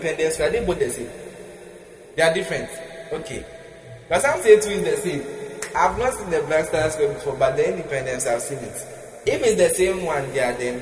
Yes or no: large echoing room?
yes